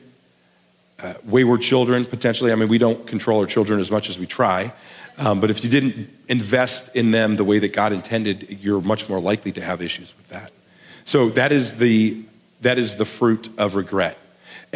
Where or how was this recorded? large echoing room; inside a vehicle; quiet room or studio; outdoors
large echoing room